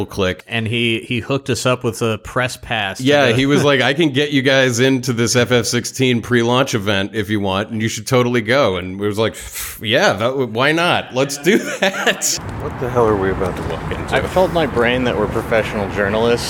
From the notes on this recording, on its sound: We got the chance to attend the FFXVI prelaunch celebration fan event, and brought along our recorder!